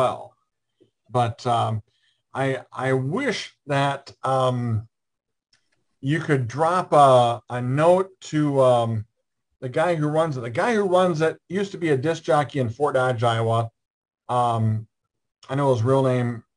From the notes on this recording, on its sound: joined us on our Zoom Show